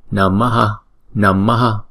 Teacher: Chữ A này đọc một nhịp. Và chữ A cuối cùng mà chúng ta choàng ra ngoài sau cũng đọc một nhịp luôn